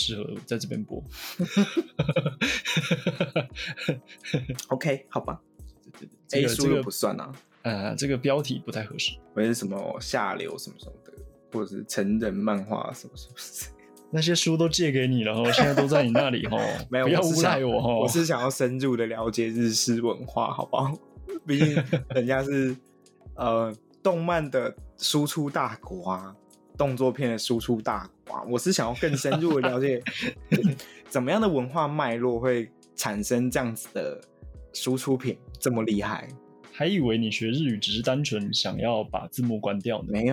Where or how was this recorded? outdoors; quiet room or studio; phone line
quiet room or studio